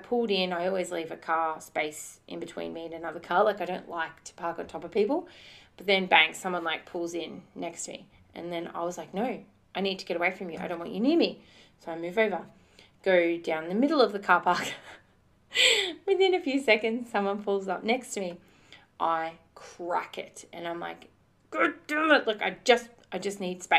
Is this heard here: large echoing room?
no